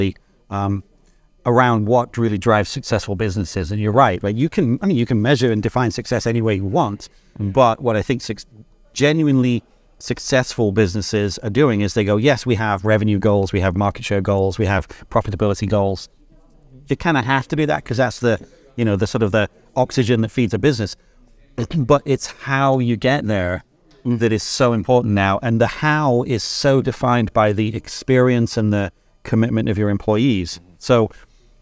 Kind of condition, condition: setting, busy venue